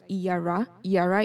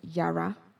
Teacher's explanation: You will hear it as yara. I has been removed, the vowel has been removed. · Shown in: second take